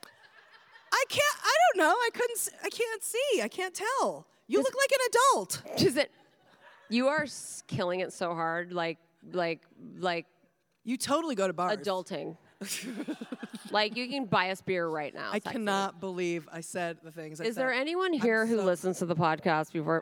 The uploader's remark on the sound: Did the podcast LIVE in Eureka Springs, Arkansas. Performed a half hour of stand up before the live podcast.